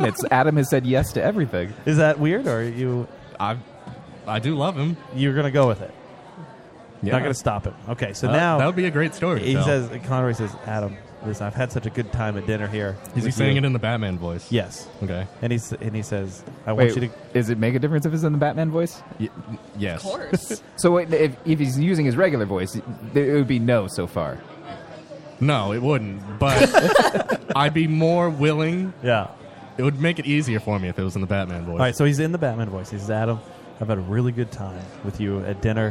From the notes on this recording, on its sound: We are live at day 1 of the Rhode Island Comic Con!